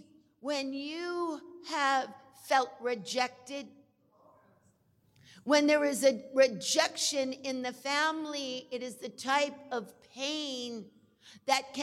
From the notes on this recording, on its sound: we will go live to the Good Friday Deliverance Service